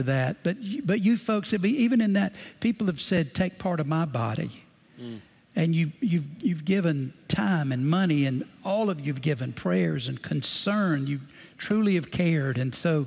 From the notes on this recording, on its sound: Recorded Live at Brookwood Church